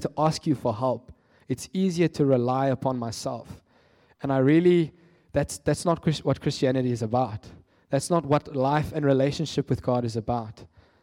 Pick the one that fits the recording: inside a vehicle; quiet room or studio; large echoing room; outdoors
large echoing room